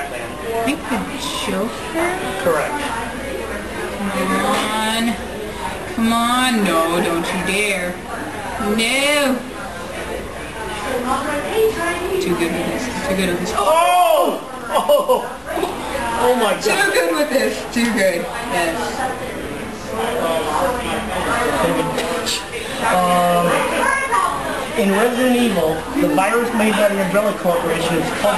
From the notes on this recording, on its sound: We did this live from Pop Cult Anime con, so sorry for audio issues.